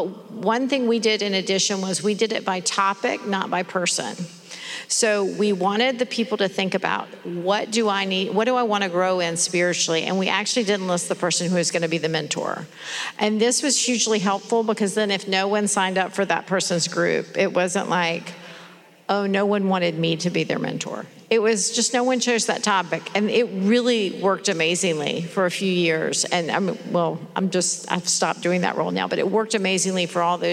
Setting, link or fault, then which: setting, live audience